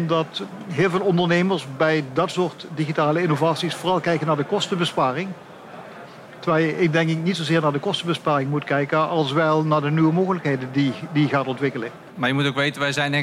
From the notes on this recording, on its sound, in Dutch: Deze podcast, opgenomen tijdens de vakbeurs Logistica – ICT & Logistiek, geeft een deel van de antwoorden.